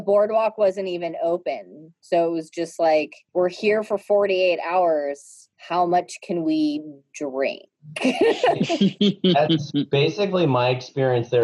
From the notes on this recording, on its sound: connect over zoom